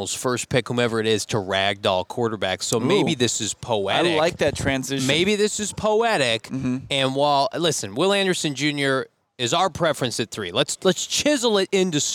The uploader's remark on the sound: LIVE from the NFL Scouting Combine.